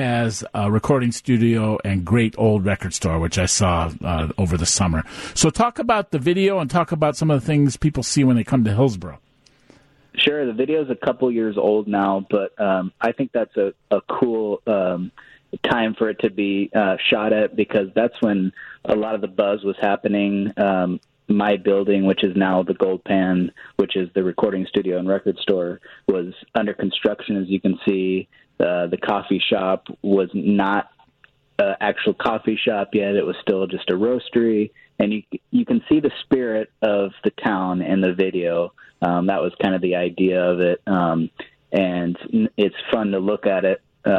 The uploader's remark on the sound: joins the conversation over the phone